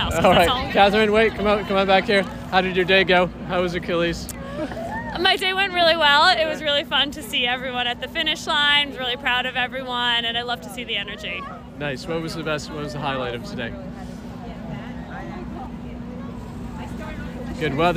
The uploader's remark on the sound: In this episode, we have a few live clips from just before and just after the marathon.